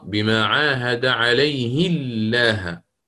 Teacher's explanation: وترقق اللام من لفظ الجلالة